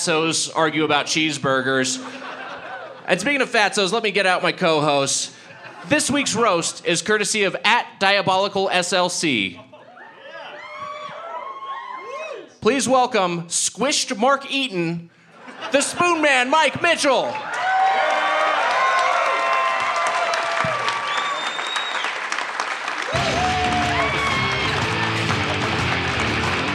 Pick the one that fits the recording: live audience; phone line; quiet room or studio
live audience